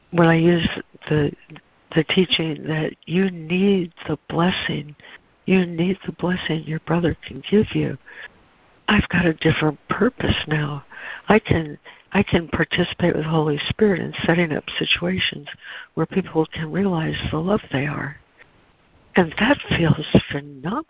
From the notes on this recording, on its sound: ACIM Daily Conference Call